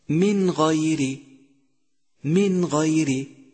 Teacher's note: لاحظ كيف أتت النون الساكنة وبعدها حرف من أحرف الإظهار وهو حرف الغين، لفظنا النون واضحة من مخرجها تماما، ولم نفصل بينها وبين حرف الإظهار الذي بعدها بسكت أو غنة أو قلقلة أو غير ذلك، بل كان كل شيء مظهرا واضحا، ولذلك سمينا هذا الحكم إظهارا، من غير. · Term: حكم الإظهار